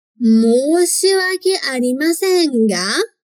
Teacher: Só toma cuidado com o prolongamento aqui no moshi.